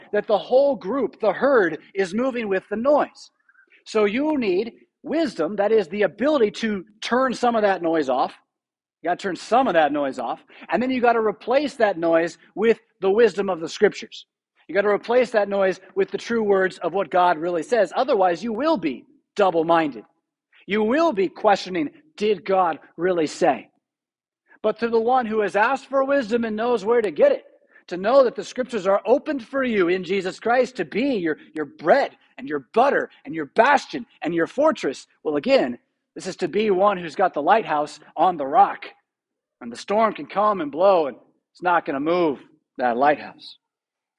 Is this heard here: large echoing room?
yes